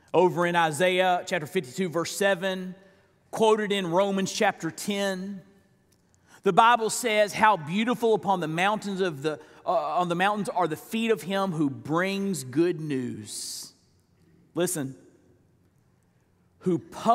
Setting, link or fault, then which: setting, large echoing room